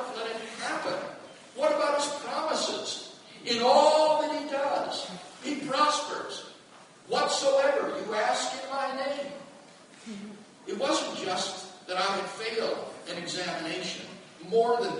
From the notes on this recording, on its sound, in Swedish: Inspelad i Betlehemskyrkan, Stockholm 2012-04-22.